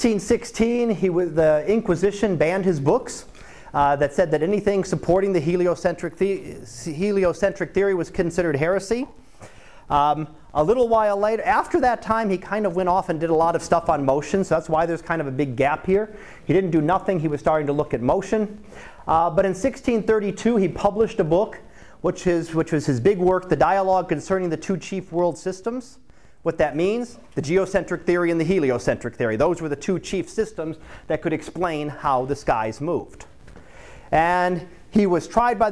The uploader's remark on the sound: Live Class Lecture